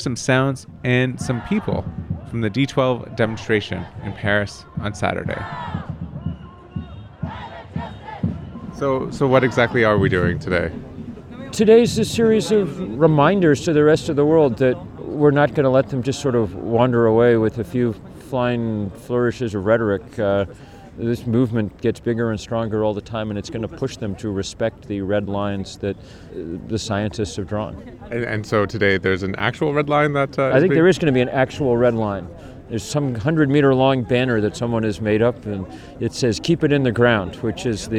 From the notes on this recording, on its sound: A mass mobilization of over 10,000 climate activists gathered near the Arc de Triomphe and marched to the Eiffel Tower. We went down to hear the sounds and meet some of the people taking part.